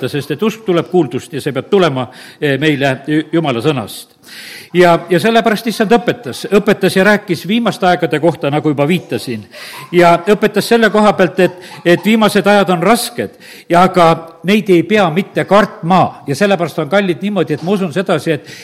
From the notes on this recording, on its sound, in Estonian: Audio salvestus koosolekult